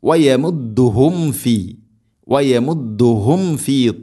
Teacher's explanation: സാക്കിനായ മീമിന് ശേഷം ഫ വരുമ്പോൾ പ്രത്യേകം മീമിനെ പൂർണ്ണമാക്കി, അഥവാ രണ്ട് ചുണ്ട് തമ്മിൽ തട്ടിച്ച് മീമിനെ പൂർണ്ണമാക്കി ഉച്ചരിക്കണം.